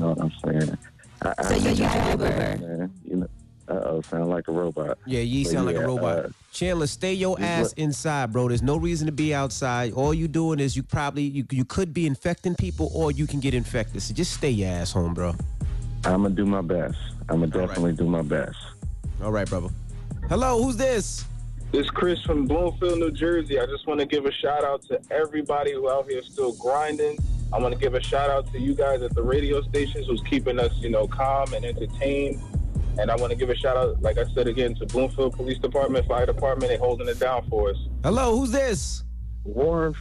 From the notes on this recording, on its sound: the talent broadcasted from home where they opened up the phone lines